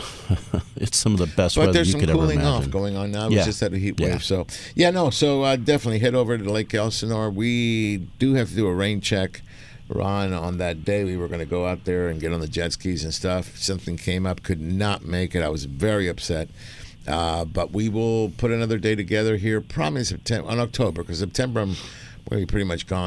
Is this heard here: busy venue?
yes